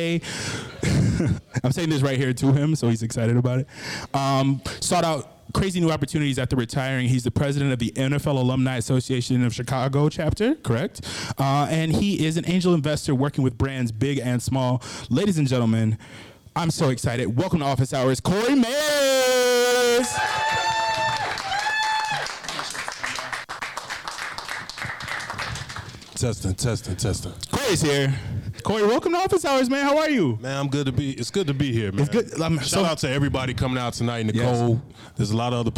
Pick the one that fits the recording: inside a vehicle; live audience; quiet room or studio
live audience